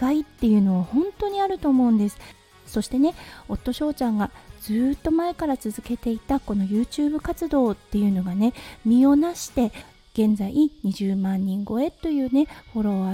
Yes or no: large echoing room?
no